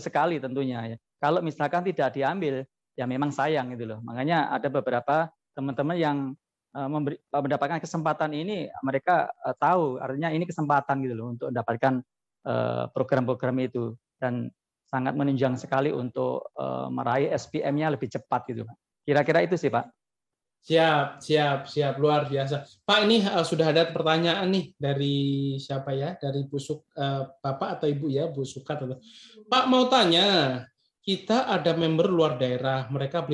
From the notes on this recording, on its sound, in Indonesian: Podcast ini adalah hasil rekaman dari Webinar "Modal Nekat Jadi Super Leader" pada sesi Q&A.